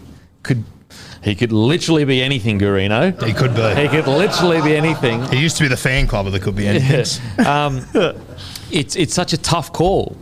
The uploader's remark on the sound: In front of our live crowd.